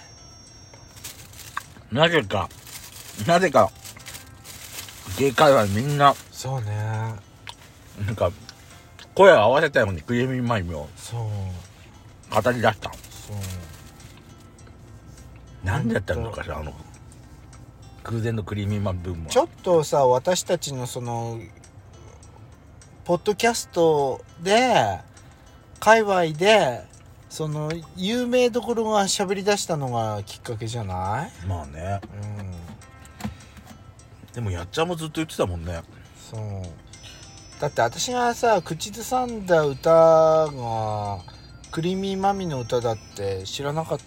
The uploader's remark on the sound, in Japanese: パーキング収録